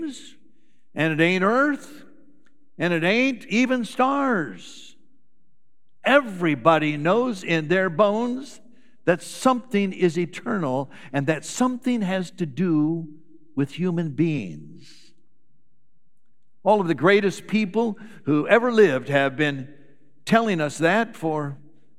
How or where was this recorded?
large echoing room